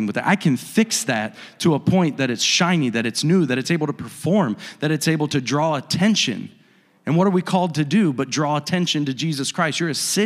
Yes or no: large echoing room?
yes